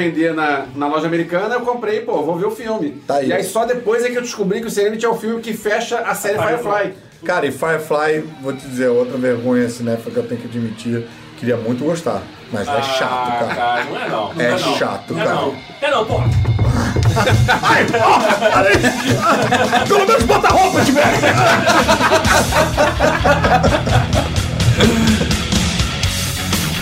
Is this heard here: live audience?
yes